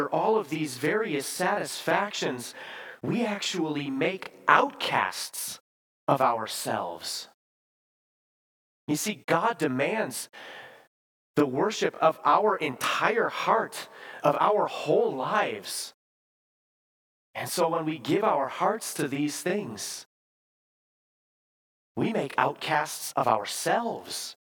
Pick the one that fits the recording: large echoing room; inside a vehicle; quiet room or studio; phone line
large echoing room